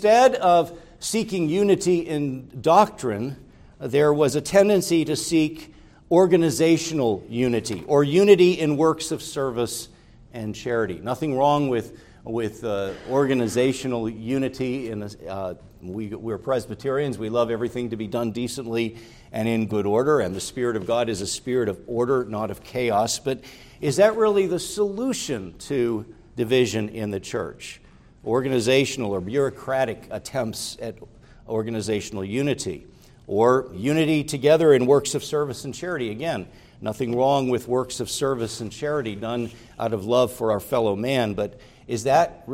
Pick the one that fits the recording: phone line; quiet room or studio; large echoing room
large echoing room